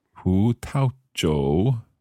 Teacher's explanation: Pu, second tone. Tao, neutral tone. Jiu, third tone.